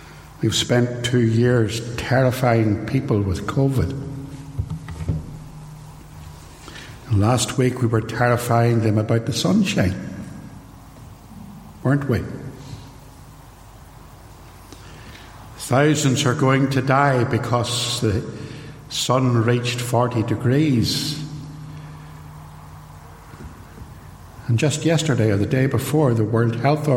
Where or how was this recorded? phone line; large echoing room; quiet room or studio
large echoing room